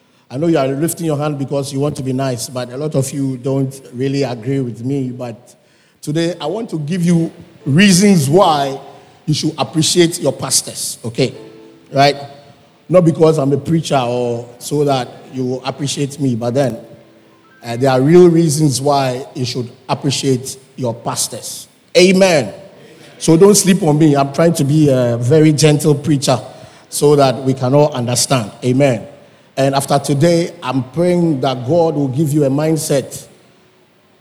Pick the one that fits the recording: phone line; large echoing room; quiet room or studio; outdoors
large echoing room